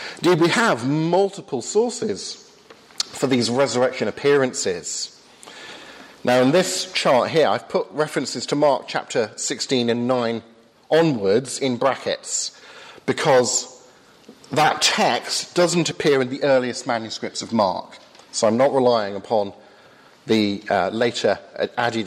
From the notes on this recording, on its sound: hosted by the Cardiff Insistute for Contemporary Christianity at Highfields Church Cardiff, Easter 2015.